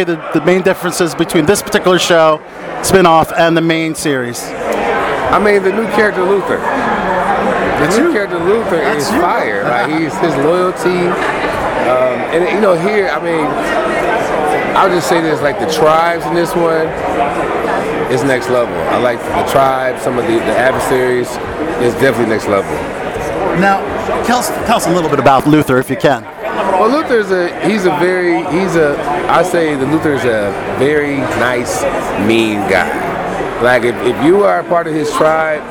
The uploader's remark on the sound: in-person interviews from the 2023 Tribecal Festival